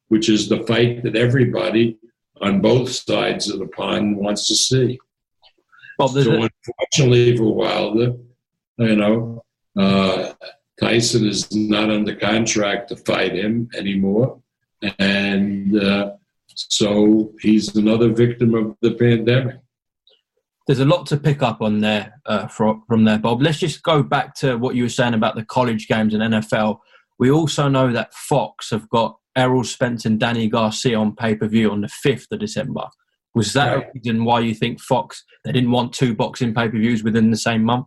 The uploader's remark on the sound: Via Zoom.